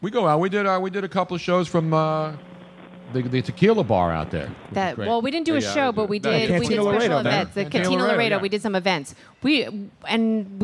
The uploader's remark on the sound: Live from MOONSHINE